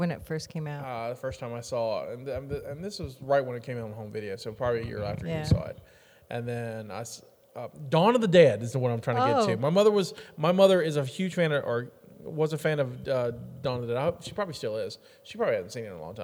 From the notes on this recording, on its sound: Live from the Container Yard.